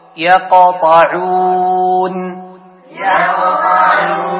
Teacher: نلحظ أن القاف عند السكون أبين من كونه في وسط الكلمة · Term: القلقلة